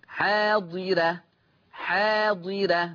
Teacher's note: دي راء مرققة، لأن الراء مفتوحة وقبلها كسر أصلي وبرضه متصل · Term: ترقيق الراء